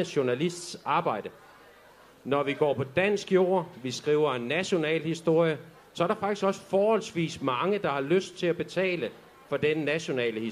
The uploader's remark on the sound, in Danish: LIVE fra Aarhus Festuge